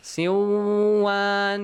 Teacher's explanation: Yeah, you skip the noon. Yes. And you double that letter waw. · Term: idgham